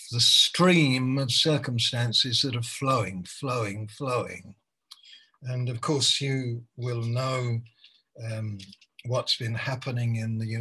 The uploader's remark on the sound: Malaysia Meets (Zoom).